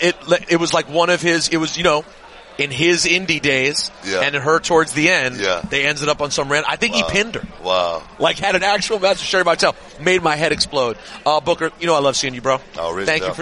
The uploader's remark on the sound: Cheap Heat In Vegas! Live from Radio Row for Wilder-Fury 2.